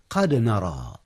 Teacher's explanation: القلقلة في الدال حينما تكون الدال ساكنة، وهي من أحرف القلقلة